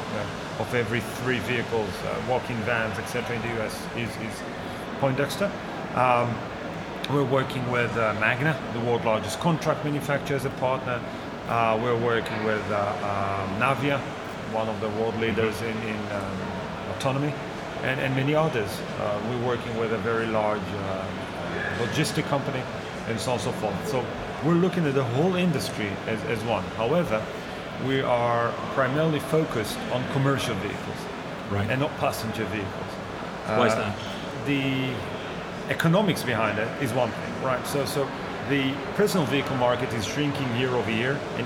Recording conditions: background noise